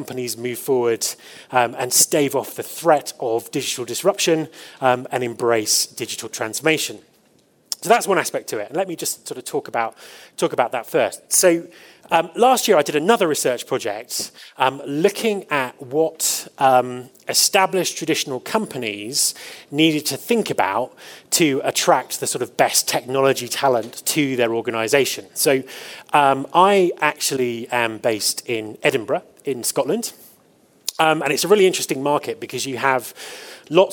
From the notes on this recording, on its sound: The conference organizers, The Eventful Group , made an audio recording of the presentation. Last year I was fortunate enough to deliver the opening keynote at HR Tech Fest in Johannesburg. The conference organizers, The Eventful Group , made an audio recording of the presentation.